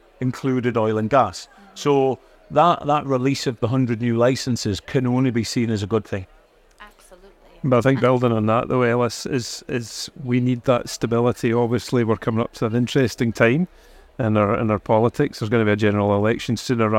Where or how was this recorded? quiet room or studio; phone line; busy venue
busy venue